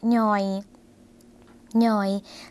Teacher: เสียงสั้นนะคะพอเสียงสั้นคุณผู้ชมคะเป็นเสียงขึ้นจมูกค่ะ